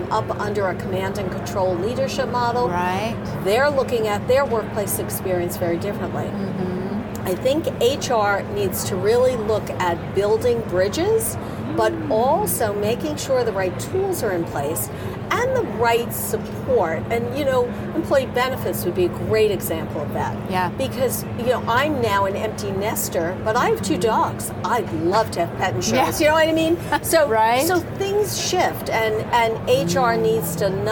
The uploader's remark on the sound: Unum took its Gartner Marketing Award-winning HR Trends podcast studio on the road (again) to the 2023 HR Technology Conference & Exposition. Unum took its Gartner Marketing Award-winning HR Trends podcast studio on the road (again) to the 2023 HR Technology Conference & Exposition , held October 10–13 in Las Vegas.